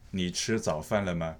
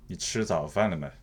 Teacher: So you could see at the final of the sentence, I drop it down · Shown in: second take · which means in this tone, usually people feel angry or usually mean something else.